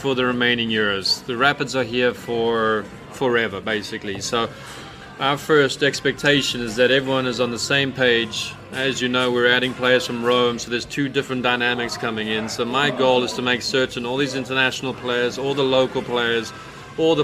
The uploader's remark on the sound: Live from Ivy Park Sports and Grill